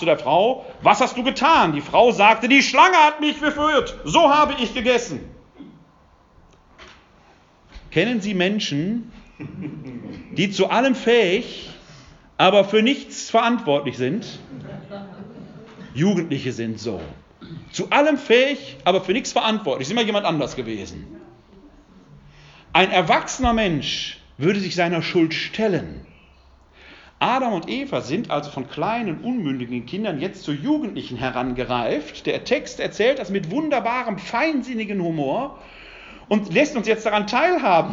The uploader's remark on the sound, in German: Ein Mittschnitt des Vortrags. Im Rahmen der ökumenischen "Kreuz- und Quergespräche" im Wuppertaler Westen.